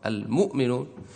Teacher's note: الضم، مضمومة، حركة الهمز مضمومة، حركة ما قبل الهمز ضمة، المؤمنون. فنبدل الهمزة هنا واوا لأنها هي التي تجانس الضم